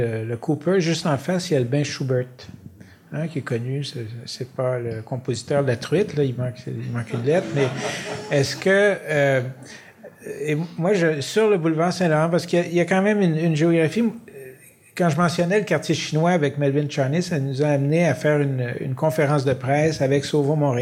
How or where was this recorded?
live audience